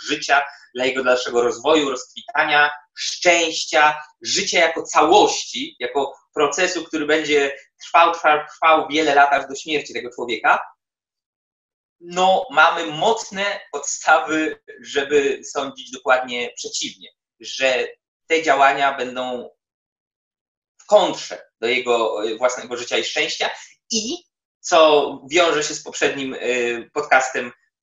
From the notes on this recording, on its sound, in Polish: prosimy o wyrozumiałość w kwestii jakości technicznej i wszelkich niedoróbek obrazu i dźwięku